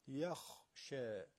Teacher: یخ حرف ی نازک ترقیق، خا دروش پر